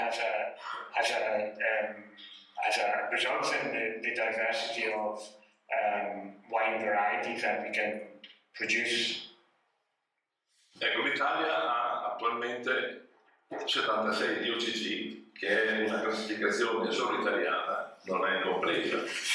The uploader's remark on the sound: Seminar during Vinitaly 2022. WARNING AUDIO IS LESS THAN PERFECT!